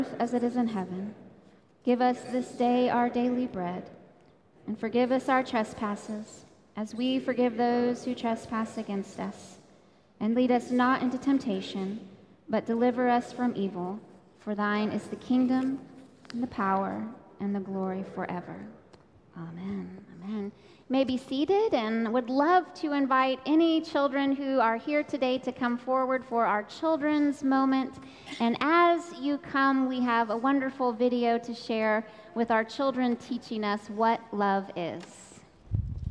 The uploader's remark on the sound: Recorded live during the Sunday worship service.